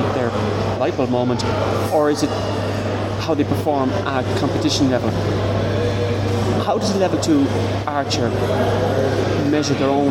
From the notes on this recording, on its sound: The interview was recorded in a cafe, so the background noises are quite strong, but overall everything is audible. The cafe bustle only adds to the authenticity of this interview!